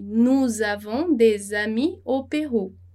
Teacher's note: Aqui a gente vai fazer a liaison duas vezes, né? Nous avons e des amis.